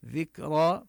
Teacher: ننتبه للهمس بالكاف ونقف بالألف